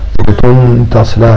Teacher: هذا الإخفاء، إخفاء التنوين في التاء